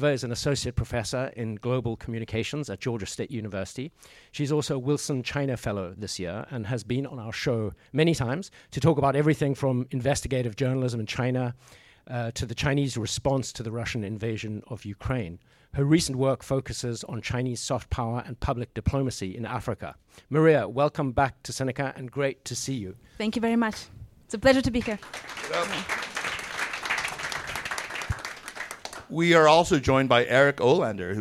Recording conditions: live audience